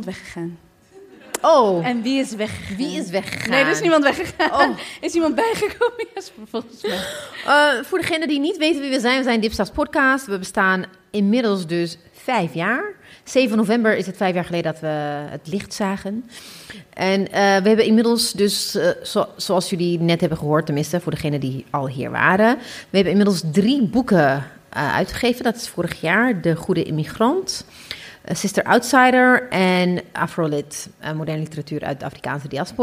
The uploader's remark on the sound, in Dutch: Liveshow Podcastfestival De Goede Mama. Tijdens een van de twee liveshows.